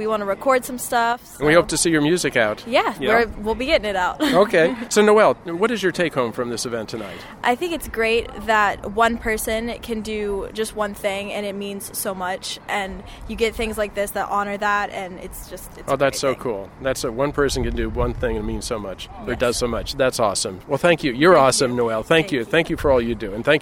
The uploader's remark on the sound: LIVE on The Red Carpet!